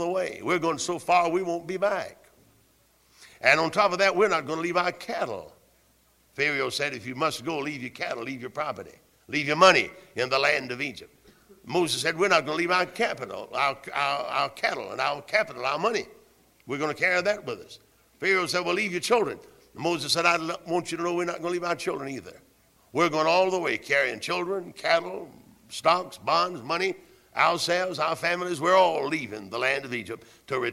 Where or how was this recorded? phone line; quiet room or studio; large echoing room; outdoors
large echoing room